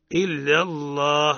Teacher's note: هنا لفظ الجلالة حكمه ماذا؟ التفخيم. لأن ما قبله مفتوح، لأنه سبق بفتح